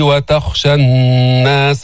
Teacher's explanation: الخاء مفخمة بس منها بأعلى درجات التفخيم هي ساكنة هي في المرتبة الرابعة من التفخيم